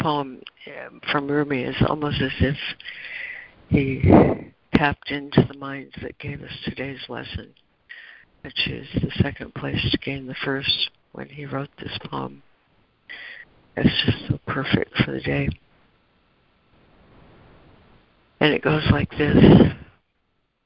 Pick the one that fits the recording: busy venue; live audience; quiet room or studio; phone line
phone line